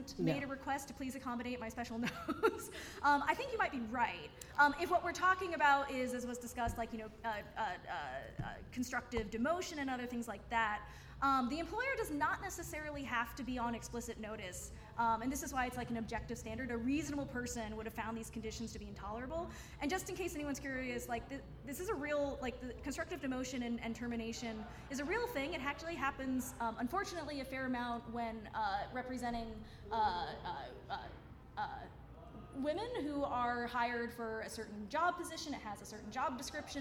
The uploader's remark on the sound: Recorded live at Fan Expo San Francisco! FanX San Francisco.